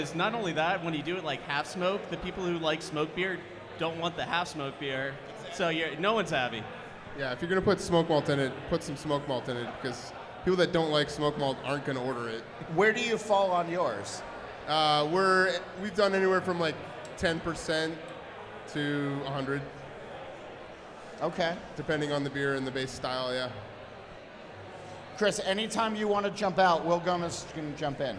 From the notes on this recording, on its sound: Recorded at Barrique Brewing and Blending in Nashville, Tennessee before a live and enthusiastic audience. Recorded at Barrique Brewing and Blending in Nashville, Tennessee before a live and enthusiastic audience.